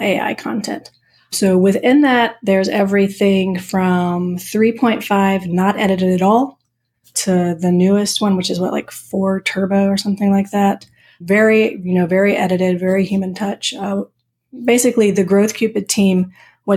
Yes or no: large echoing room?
no